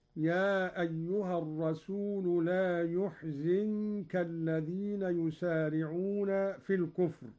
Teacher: قرأ قالون بضم الياء وكسر الزاي هكذا: يا أيها الرسول لا يحزنك الذين يسارعون في الكفر، من أحزن رباعيا.